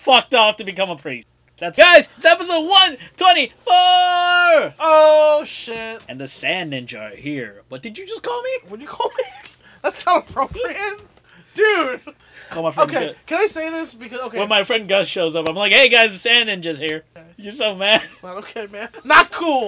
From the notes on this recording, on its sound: This episode is a little choppy as weve had problems with the recording